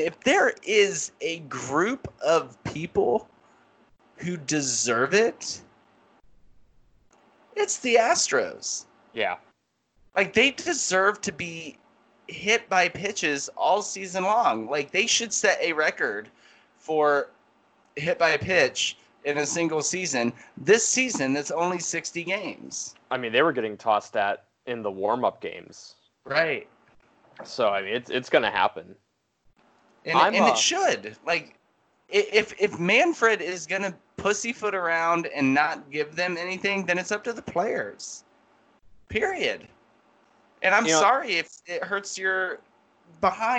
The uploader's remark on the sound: Technical difficulties galore in this one.